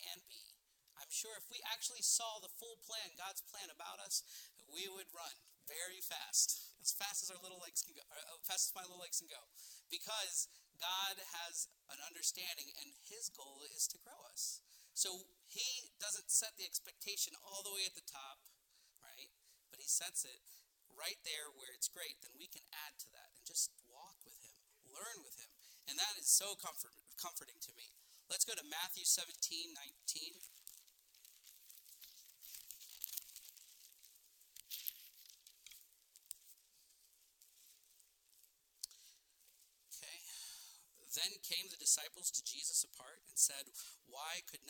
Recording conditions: large echoing room